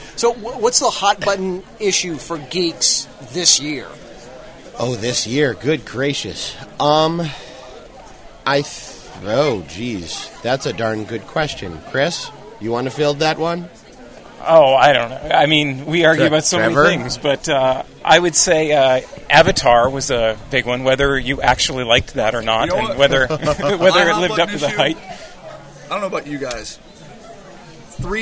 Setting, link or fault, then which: setting, busy venue